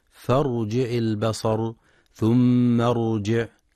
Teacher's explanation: وينتبه القارئ لتفخيم الراء في كلمة فارجع البصر ثم ارجع، حيث يخطئ بعضهم فيقرأ بترقيق الراء، والصواب تفخيمها لسكونها بعد كسر ليس أصليا.